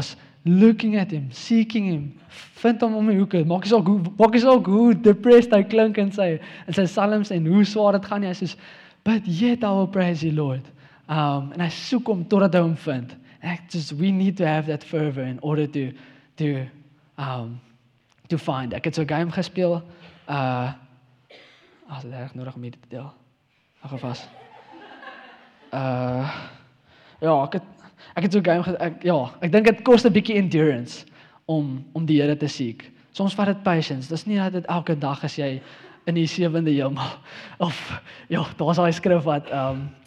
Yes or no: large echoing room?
yes